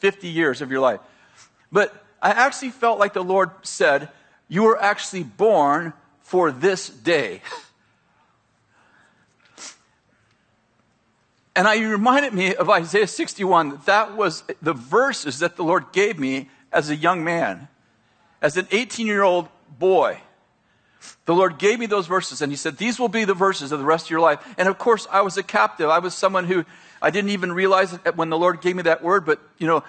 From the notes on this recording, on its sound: at Bethel Church in Redding, CA